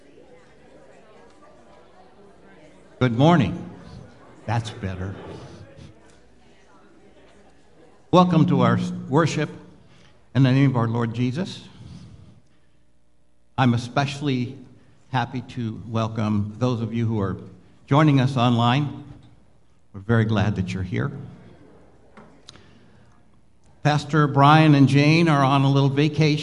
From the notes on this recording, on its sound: Live Worship Service.